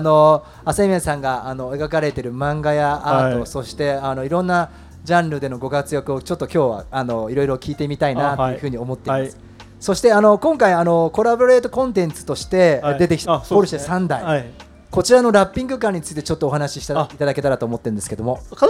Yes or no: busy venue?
yes